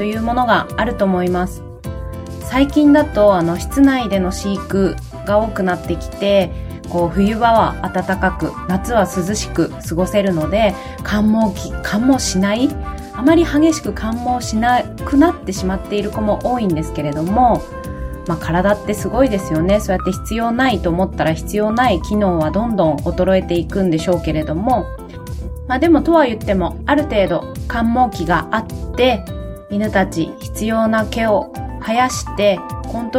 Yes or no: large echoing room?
no